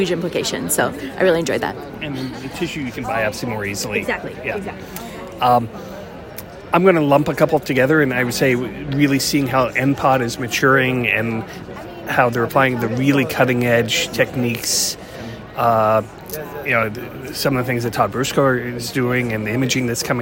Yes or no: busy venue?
yes